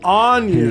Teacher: Onion, you do want to stress on the first syllable.